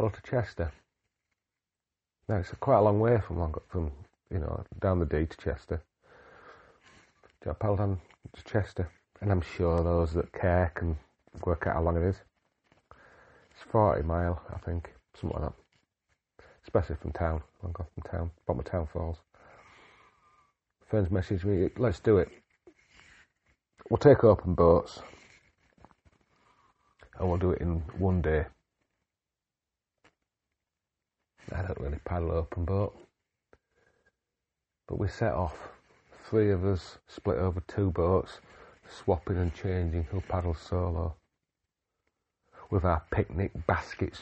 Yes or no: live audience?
no